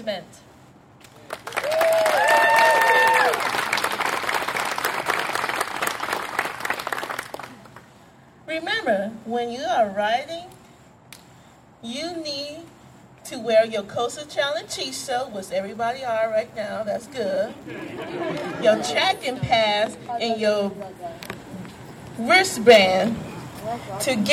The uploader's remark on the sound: LIVE From CoasterChallenge at SixFlags Great America